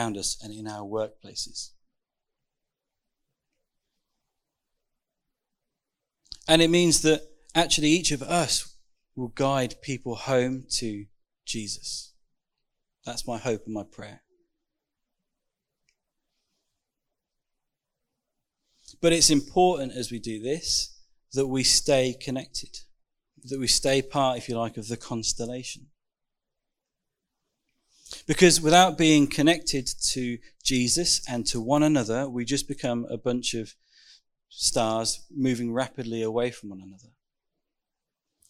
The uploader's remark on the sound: Recorded 6th June 2021 at Raunds Saxon Hall ( limited space, whilst under lockdown).